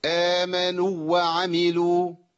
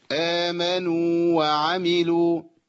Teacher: امنوا وعملوا ده خطا يا اخي، انت كده ادغمت الواو الماديه في الواو المتحركه، انقصت من زمانها وخليتها واو عاديه تضغم · Shown in: first take · وهي لا تضغم، الواو الماديه لا تضغم.